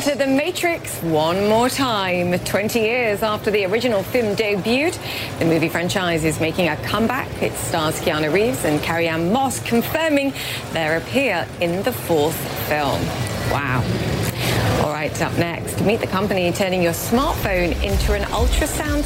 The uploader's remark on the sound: live from the New York Stock Exchange